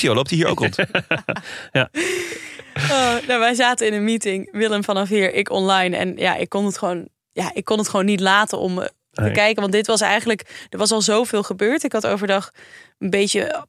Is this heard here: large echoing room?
no